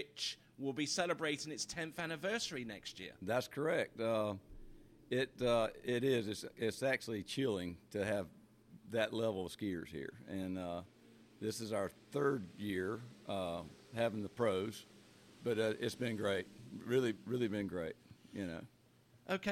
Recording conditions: busy venue